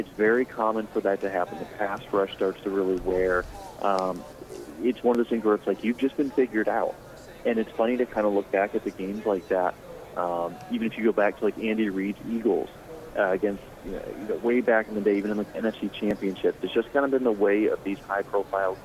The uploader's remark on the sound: Extra Point live from Super Bowl Radio Row.